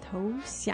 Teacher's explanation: 嗯，然后呢？如果用在这个词里面，to surrender 就是投降。投降。So that's two second tones.